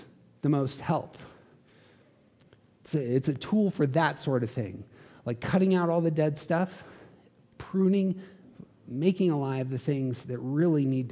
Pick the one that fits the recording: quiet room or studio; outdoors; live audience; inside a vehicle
live audience